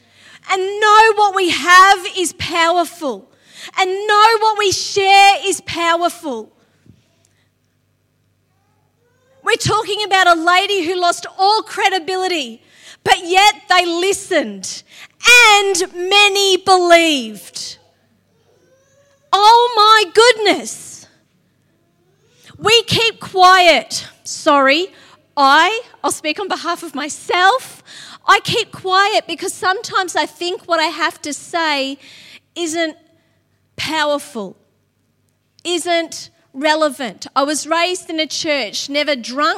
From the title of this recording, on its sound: LIVE at Echo Church